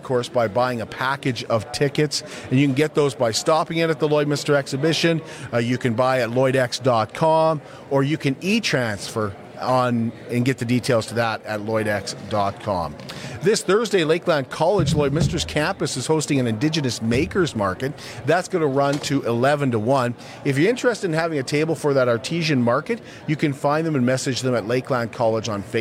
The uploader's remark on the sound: go live from the Border City Farmers Market "Christmas Market" at the Servus Sports Center